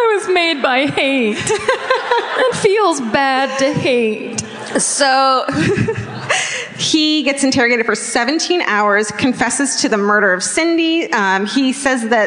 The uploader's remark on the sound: Live At The Fox Theater. Onstage in Oakland.